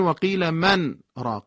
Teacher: یعنی شما یک لحظه سکوت میکنید بدون اینکه نفس بگیرید. این انتهای آیه نیست که شما مثلا میگید وقیل من راق، وقف میکنی یه نفس دوباره میگیری بعد آیه بعدی رو میخونی. · Term: سکت